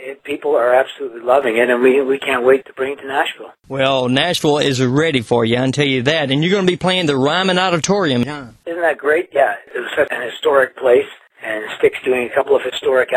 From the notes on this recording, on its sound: took some time from the road to call in to Concert Blast